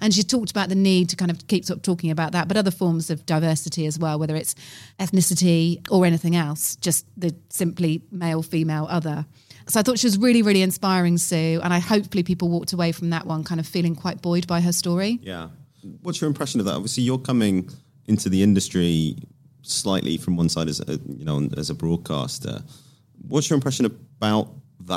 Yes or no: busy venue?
yes